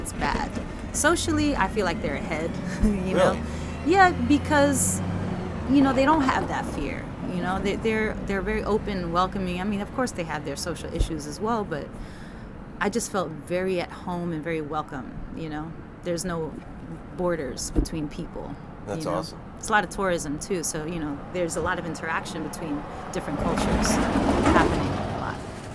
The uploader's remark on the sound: Before band practice one afternoon. PLEASE EXCUSE THE TRAFFIC NOISE ! Time crunch and had to get the convo in where we could.